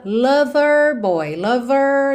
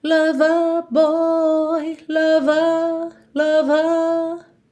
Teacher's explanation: Já no inglês britânico, eu alongo esse E. · Shown in: second take